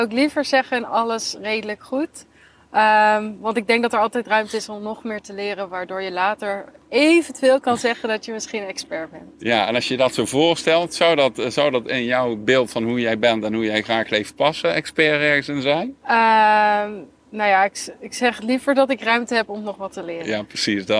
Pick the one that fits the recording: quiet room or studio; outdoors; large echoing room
outdoors